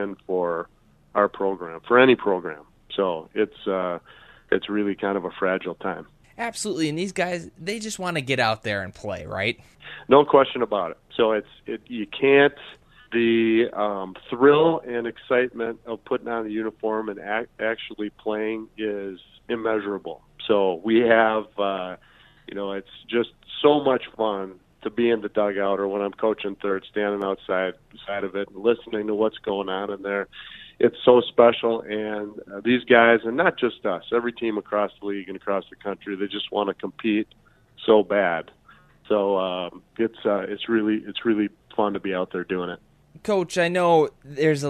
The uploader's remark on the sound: joins us via the phone line.